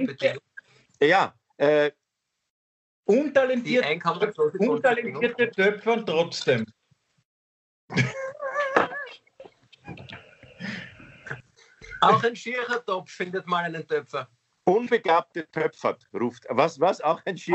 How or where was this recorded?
video call